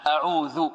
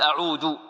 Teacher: نريد أن نركز على حرف آخر وهو الذال هنا، أعوذ، لأن هناك من ينطق بالذال دالا يقول أعود